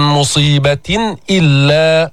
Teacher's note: إظهار، مرة معنا الإظهار الحلقي، أظهرنا النون الساكنة، أظهرنا التنوين عند الهمزة، الهمزة من حروف الحلق